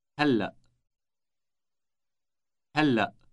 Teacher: Note the elongated L sound.